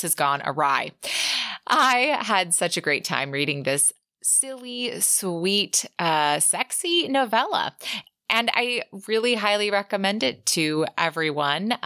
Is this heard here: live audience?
no